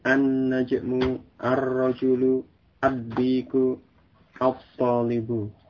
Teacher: lamnya tersebut tidak dibaca dengan jelas, tetapi dia dimasukkan, diidghamkan pada huruf sesudahnya, sesuai dengan huruf sesudah lam tersebut.